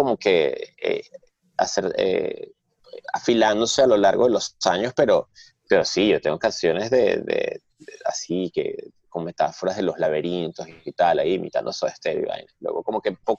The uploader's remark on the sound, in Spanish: Se conectan via Zoom un domingo por la mañana.